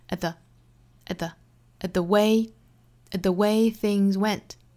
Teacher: at 后面的 t 略掉， at the 两个小虚词做弱读